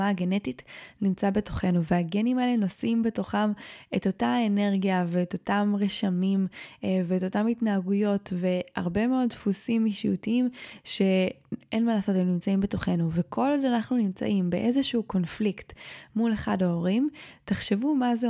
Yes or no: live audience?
no